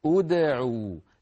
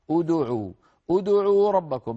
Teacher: انظروا إلى هذا الفعل، أدعو فعل أمر طبعا ثالثه العين، حرف العين وهي مضمومة، إذن نبدأ بالهمزة مضمومة فنقول أدعو، لكن بين الهمزة المضمومة أو والعين المضمومة بينهما دال ساكنة، فلا يصح عند الدال الساكنة أن نضم الشفتين · Shown in: first take